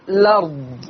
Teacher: أنا ليا إن في اللفظ ده يا إخوانا إن أنا أقول إما الأرض أثبت الهمزة، وليا إن أنا أقول الأرض، وليا إن أنا أقول الأرض، يعني هحذف الهمزة وأبدأ بحرف اللام مباشرة · Term: النقل